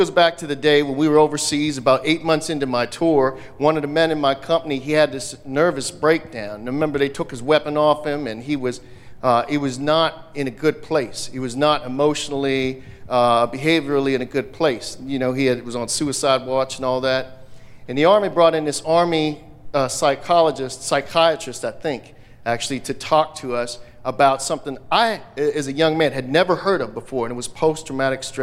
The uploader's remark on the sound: VBC at Night | Heinz Field. VBC presents an evening of live veterans storytelling at Heinz Field, Pittsburgh, Pennsylvania.